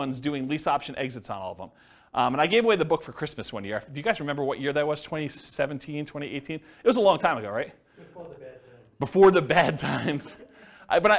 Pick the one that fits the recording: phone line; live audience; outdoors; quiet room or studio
live audience